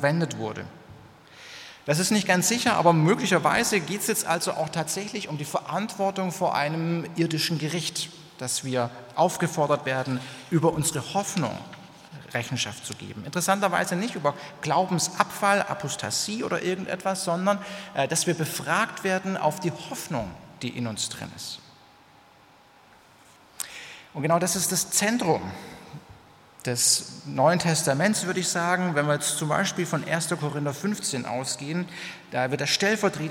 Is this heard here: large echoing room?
yes